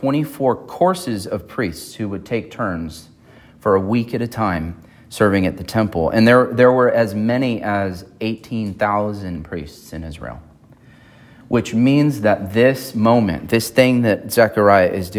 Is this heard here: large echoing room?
yes